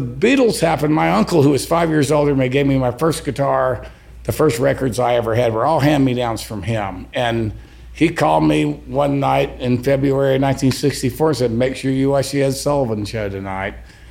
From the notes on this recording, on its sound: Performs a solo acoustic show to fundraise for the Songbirds Foundation's Guitars for Kids program on this episode of "The Songbirds Radio Hour"—recorded at the Songbirds Guitar and Pop Culture Museum in downtown Chattanooga.